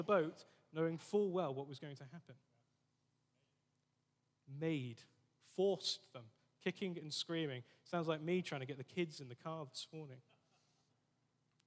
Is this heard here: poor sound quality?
no